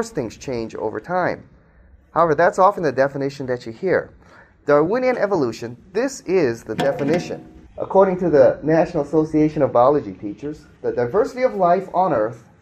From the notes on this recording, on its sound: Speaks to a live audience.